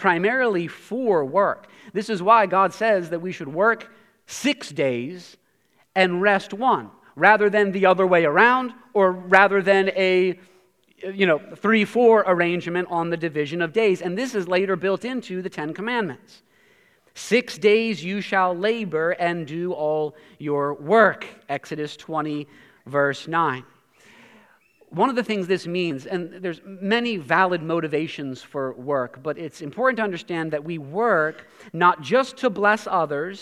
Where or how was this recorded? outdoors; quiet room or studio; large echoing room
large echoing room